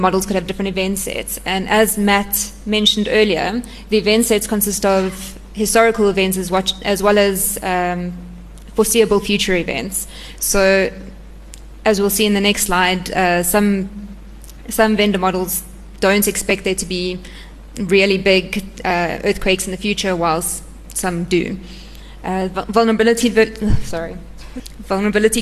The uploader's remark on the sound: ASSA 2015 Short Term Insurance Convention at Emperors Palace, Kempton Park on 7th September 2015